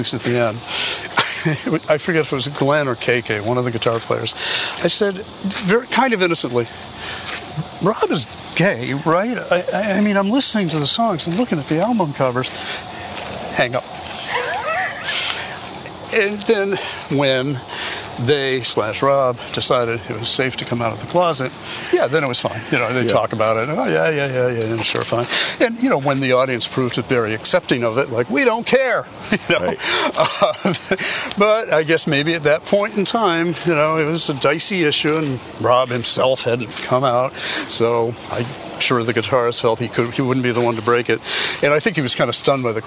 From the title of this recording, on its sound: Takin A Walk in Brookline Mass.